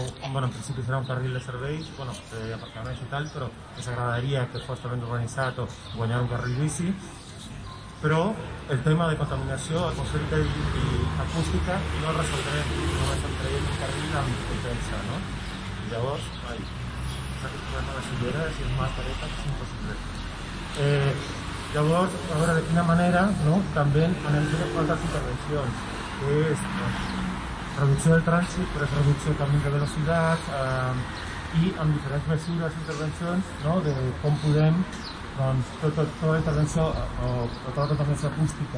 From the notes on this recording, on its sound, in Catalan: Xerrada al Mercat de Pagès del dissabte 5/12/2020